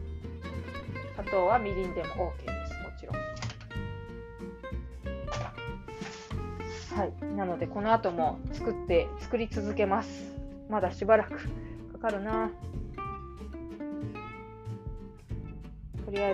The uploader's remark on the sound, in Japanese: 料理しながら録音。録り忘れていたので夜ごはんを作りながらの収録に挑戦。鳥もつ煮を作っています。